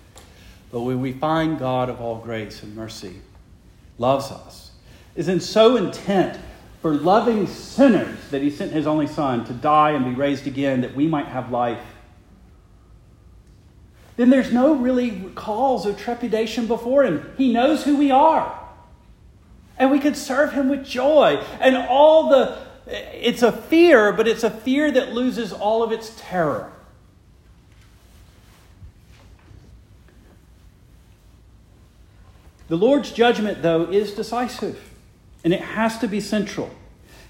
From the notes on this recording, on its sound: Preached the morning of June 25, 2023, to the Heidelberg Presbyterian Church in Heidelberg, Mississippi.